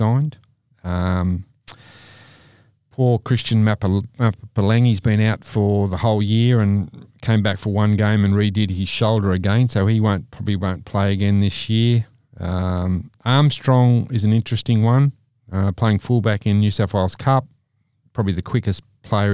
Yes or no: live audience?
no